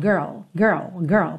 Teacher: Parece que é um som só. Mas não é, na verdade, é a soma desses dois, do R, R com o L lá